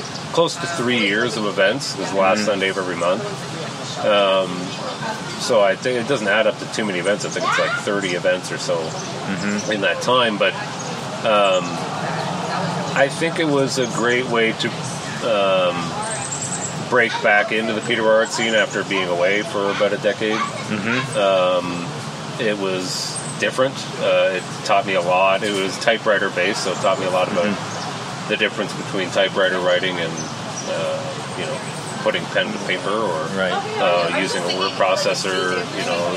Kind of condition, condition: fault, sounds in the background